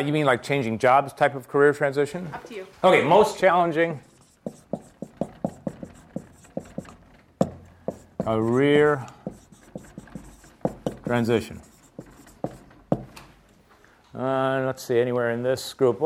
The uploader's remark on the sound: a free-form talk guided by audience questions